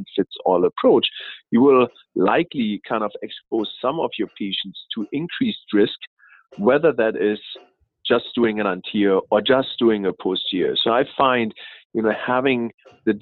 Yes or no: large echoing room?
no